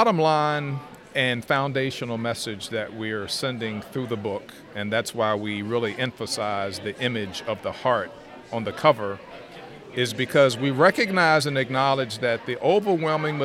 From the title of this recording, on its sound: LIVE at NSA 202